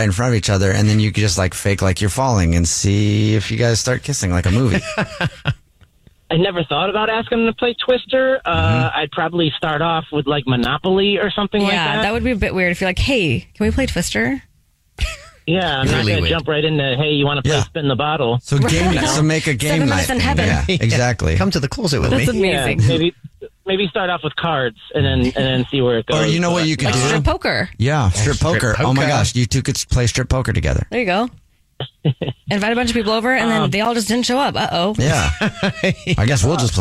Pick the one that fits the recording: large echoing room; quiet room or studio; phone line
phone line